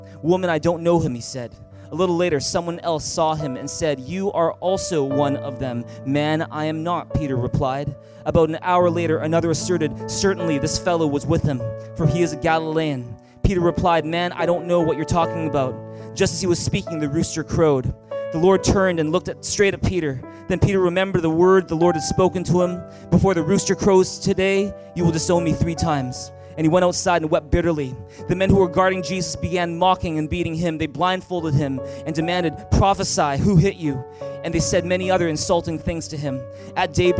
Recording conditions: large echoing room